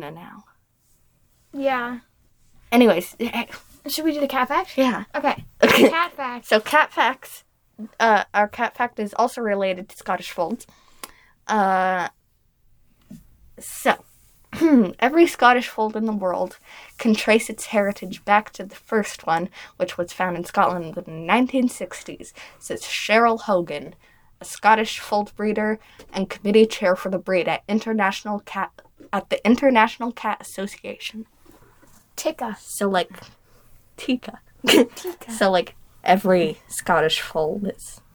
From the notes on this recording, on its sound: Sorry for the slightly choppy audio, we were having some trouble with our audio editing system.